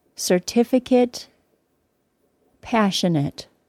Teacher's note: But the final syllable of the words certificate and passionate sounded like it with a short I sound.